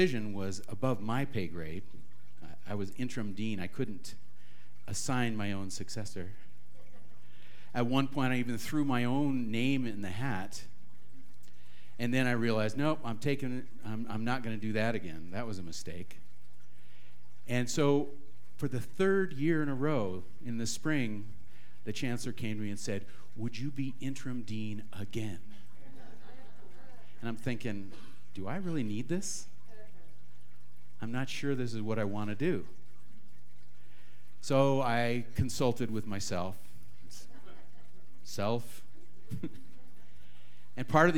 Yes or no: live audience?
yes